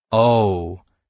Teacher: We can all tell the difference between O, when said as a question to show curiosity for more details, the tone goes from low to high, and O, disappointingly said to show feeling let down by the information heard, the tone is shorter and lowers briefly